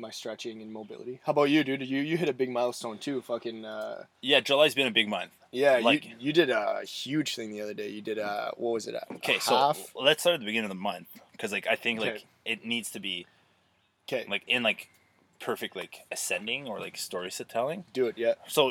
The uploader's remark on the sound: The boys are live from Marten River Provincial Park.